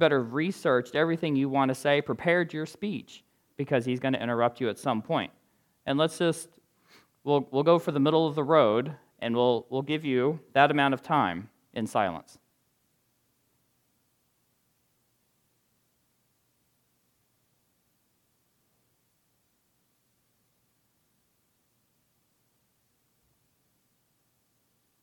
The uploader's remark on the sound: recorded on October 29, 2022, at the Ringgold Seventh-day Adventist Church.